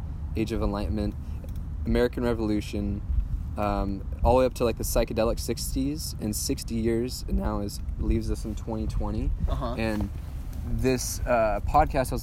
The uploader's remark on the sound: We sit in a parking.